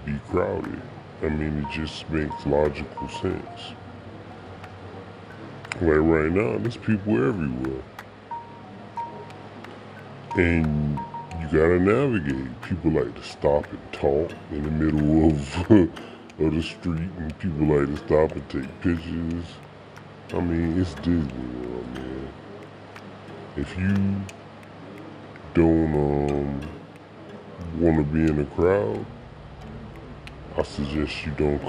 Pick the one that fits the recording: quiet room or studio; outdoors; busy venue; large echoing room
outdoors